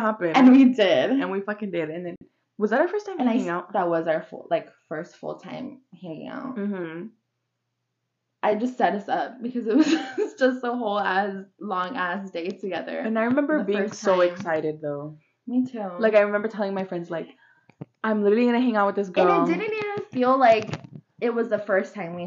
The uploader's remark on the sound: Apologies for the rough audio, we’re still trying different techniques out.